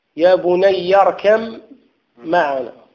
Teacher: اركم مباشرة، الباء اصبحت غير موجودة